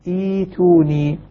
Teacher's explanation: كان ثالث الفعل مضمون ضمت نعم فثالث الفعل هنا مكسورا كسرت التقى همزتان الأولى مكسورة والثانية ساكنة تبدل الهمزة الساكنة حرف مد من جنس ما قبلها